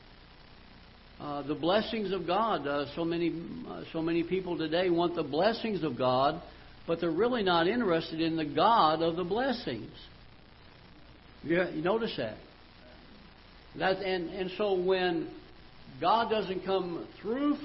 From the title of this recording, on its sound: Ketha Heights Baptist Church ~ Live Broadcast